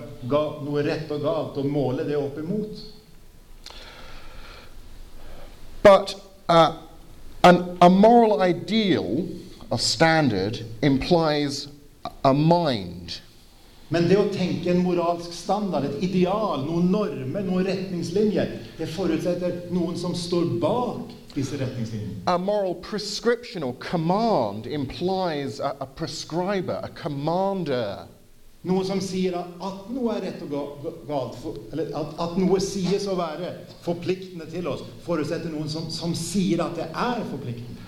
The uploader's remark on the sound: Sermon delivered at Misjonshuset Kristiansand, with translation into Norwegian